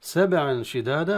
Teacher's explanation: حكم التنوين عند الشين، وحكمه الإخفاء، والإخفاء دائما يكون مع الغنة